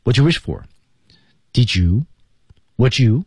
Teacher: What did you wish for 说得非常快，所以 did 被融入到了 you 当中 · Term: 连读